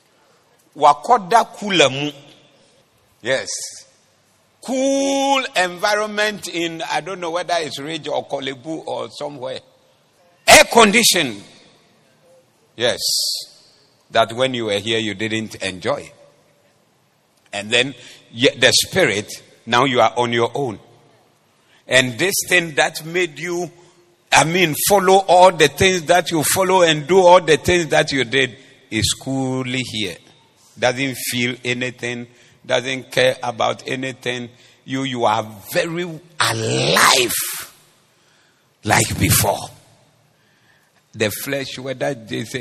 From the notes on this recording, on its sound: Preached at the Doxa Service 20012024